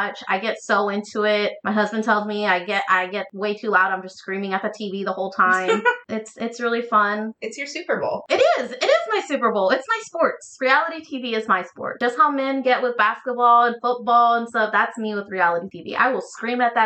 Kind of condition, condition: fault, poor sound quality